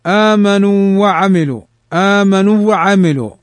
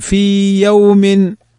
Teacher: لئلا يزول المد الطبيعي، فإن الإدغام يمتنع لزوال حرف المد، يعني لا تدغمها، لأنك لو قلت آمنوا وعملوا آمنوا وعملوا فإن الحرف لا ينطق، فانطلقوا وهم في يوم في يوم، فإنها لا تضغم.